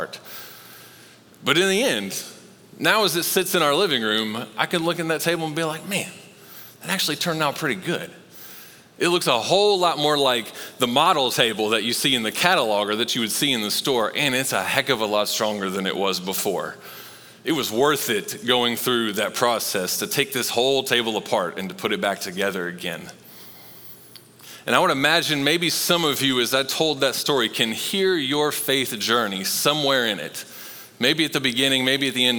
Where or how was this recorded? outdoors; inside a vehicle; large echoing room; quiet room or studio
large echoing room